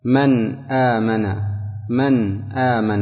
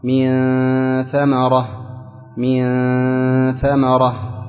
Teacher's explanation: وهذا يناسب المعنى اللغوي، فالمعنى اللغوي الستر، أي الإخفاء بمعنى الستر. فهنا أخفيت النون وسترت، فلم ينطق بها نون من مخرجها، وإنما نطق بها مخفاه وبقيت غنتها · Shown in: second take